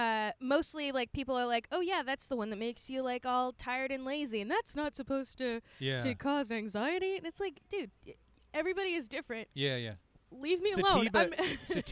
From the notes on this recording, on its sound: Set up a recorder at Whole Foods